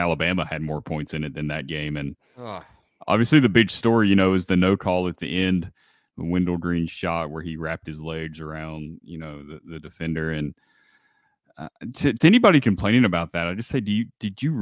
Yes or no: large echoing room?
no